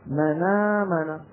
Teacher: شوفوا كيف ينقلون الفتحة هذه التي على الهمزة إلى النون الساكنة قبلها فتصير النون متحركة بالفتح وتبقى الهمزة من غير حركة فيسقطونها فيصير النطق منامنا.